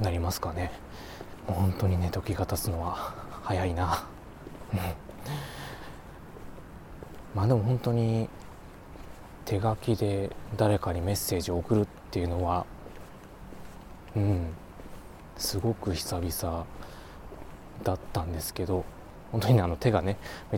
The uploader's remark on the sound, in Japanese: 今回は久々の散歩回。歩きながらぽつぽつとお喋りしました。